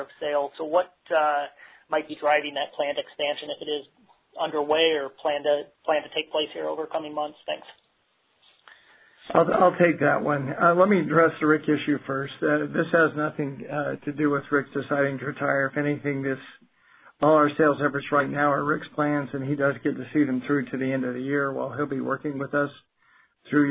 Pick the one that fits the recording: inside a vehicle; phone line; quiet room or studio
phone line